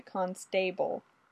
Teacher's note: she put the emphasis on the second syllable, turning it into Constable